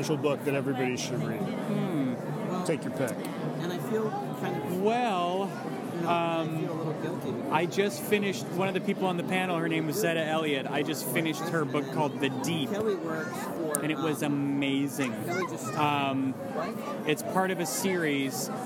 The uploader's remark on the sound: Roams the floor of the 2016 Books by the Banks festival asking authors, attendees, Librarians, and others a question.